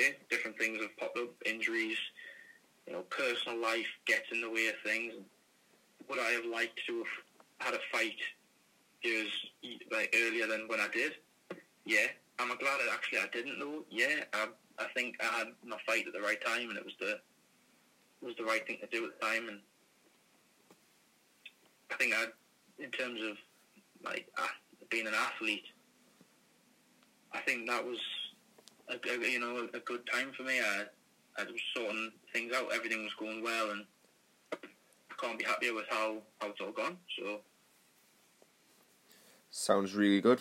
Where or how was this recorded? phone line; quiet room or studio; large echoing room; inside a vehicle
phone line